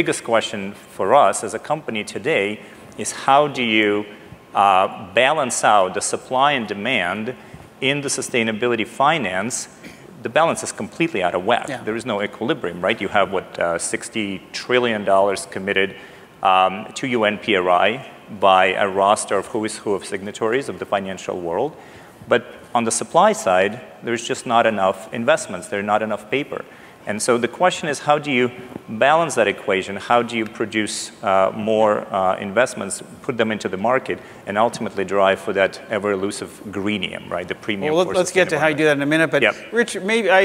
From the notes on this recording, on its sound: The best of live interviews from GreenBiz events.